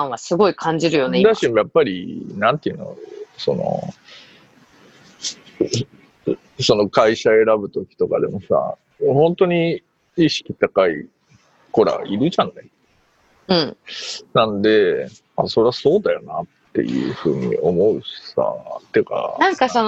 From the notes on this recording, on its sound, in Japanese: 本収録はビデオ会議サービス「Zoom」を使用し。一部聞き取りづらい箇所があります。